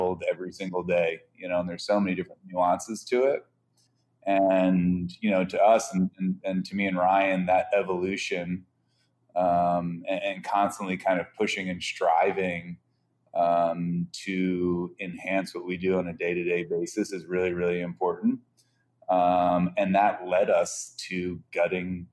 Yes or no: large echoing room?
no